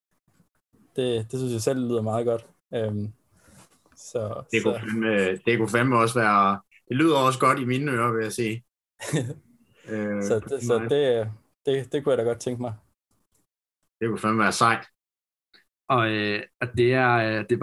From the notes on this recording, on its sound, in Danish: Da interviewet er optaget via gode gamle Zoom, så kan vi desværre ikke præstere lige så god lyd som vi plejer.